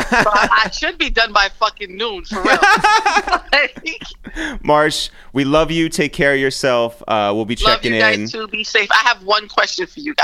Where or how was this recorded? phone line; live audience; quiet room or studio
phone line